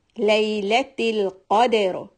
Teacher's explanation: Lam has a sukoon. So always we make sure we don't bounce this lam.